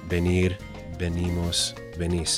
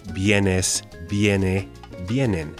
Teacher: in the infinitive and in nosotros and vosotros form, it's the pure E sound · Shown in: first take